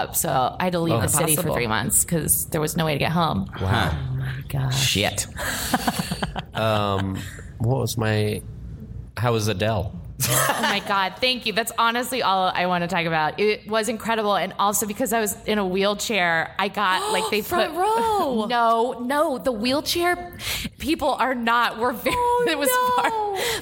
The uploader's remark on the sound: Recorded live at DCM 19 in New York. In NYC for the 19th annual Del Close Marathon recorded in conjunction with the UCB Podcast Network!